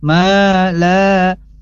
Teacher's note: Selanjutnya mala, di sini ada fathah bertemu alif sama la, fathah bertemu alif, maka ini harus dibaca dua harokat atau diayun mala, maka ini adalah mad asli atau mad tabi'i.